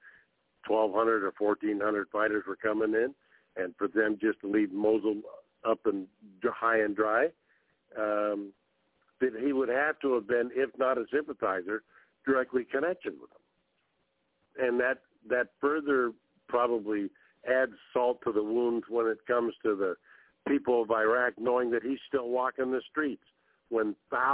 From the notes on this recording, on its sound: TNTSuperfantastic Conference Call.